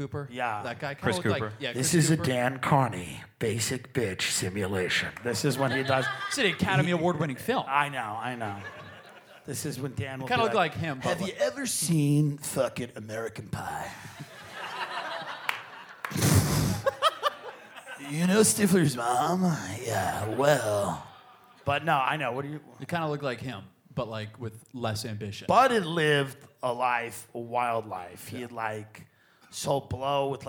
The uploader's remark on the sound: Live From Cleveland